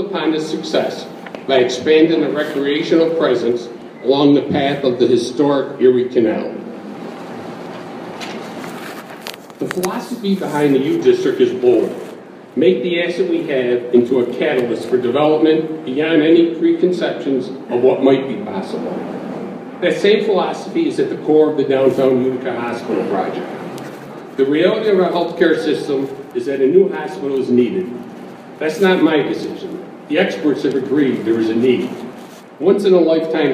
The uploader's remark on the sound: tells the crowd at a pro-downtown hospital event at DoubleTree by Hilton Hotel Utica